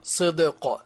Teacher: فالدال ساكنة مقلقلة والقاف مقلقلة